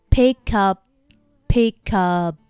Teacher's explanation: 我们在发到 p 的时候只需要把嘴巴闭起来不需要做那个爆破出来的那个动作 · Term: 失去爆破